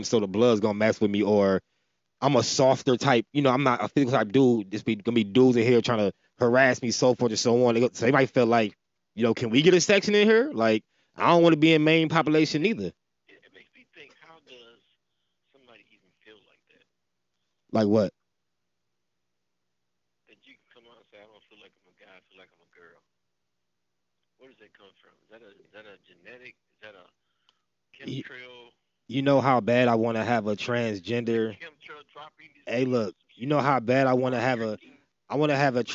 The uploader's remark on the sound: Had two guest over the phone today